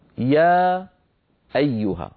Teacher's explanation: المد المنفصل كالمد المتصل تماما، يمد بمقدار أربع حركات أو خمس حركات